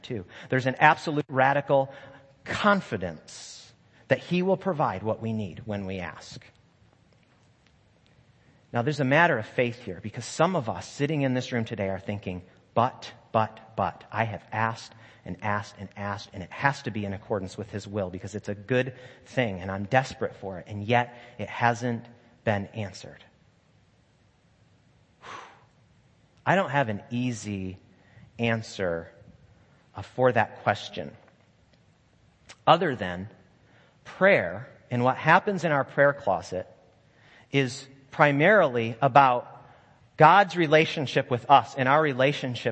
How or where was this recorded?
large echoing room